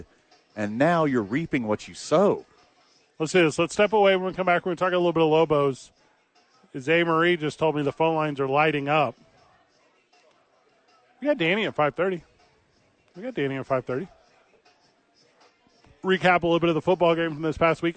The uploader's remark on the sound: live from ABQ AXE!